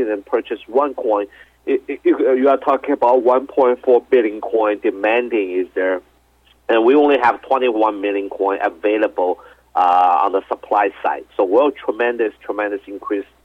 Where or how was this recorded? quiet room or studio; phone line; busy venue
phone line